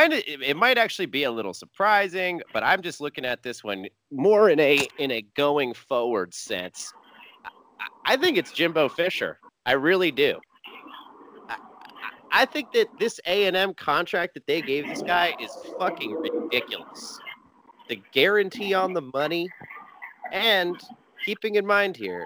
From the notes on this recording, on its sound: WE APOLOGIZE FOR THE POOR AUDIO QUALITY DUE TO ONE SPEAKER DRIVING